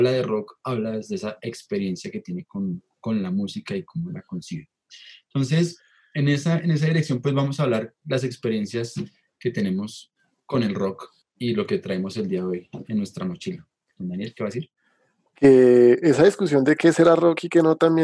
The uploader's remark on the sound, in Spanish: Episodio grabado el 10 de Julio de 2020 en línea, desde Bogotá - Colombia